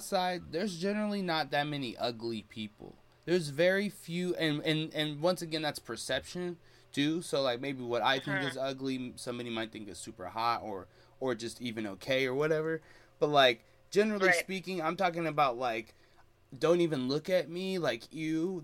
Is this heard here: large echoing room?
no